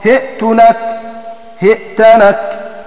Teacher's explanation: ويقرأ هشام بكسر الهاء وبعدها همزة ساكنة